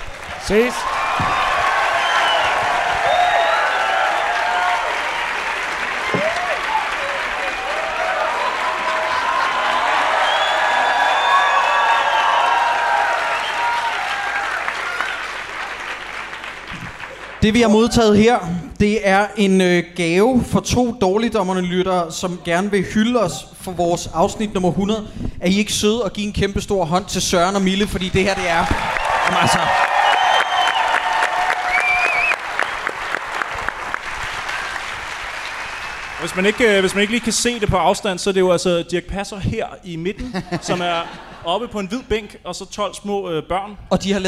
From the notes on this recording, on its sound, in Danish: Gik Dårligdommerne på scenen på Bremen Teater. Det var intet mindre end en fantastisk aften, og vi vil gerne takke alle jer der var der.